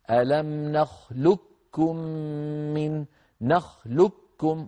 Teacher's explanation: وكثير من العرب، أغلب العرب يدغمون القاف في الكاف إدغاما كاملا، يعني يحولون القاف إلى كاف فيكون النطق بكاف مشددة هكذا. ألم نخلقكم من نخلقكم، ولا يبقى من القاف شيء.